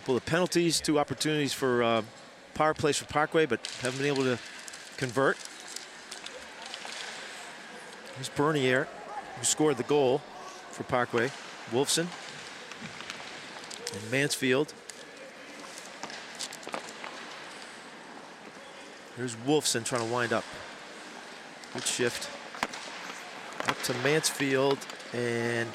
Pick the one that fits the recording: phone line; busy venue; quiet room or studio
busy venue